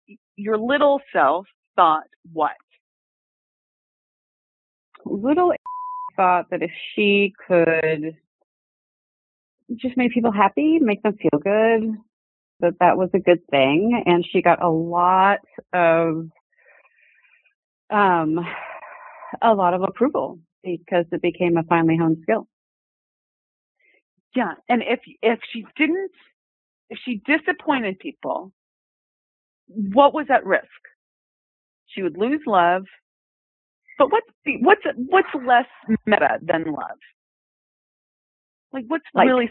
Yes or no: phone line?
yes